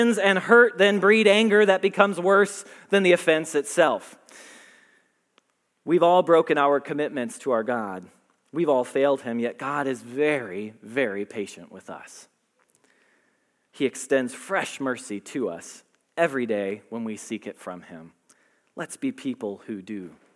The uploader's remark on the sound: Message Preached at Valley Creek Church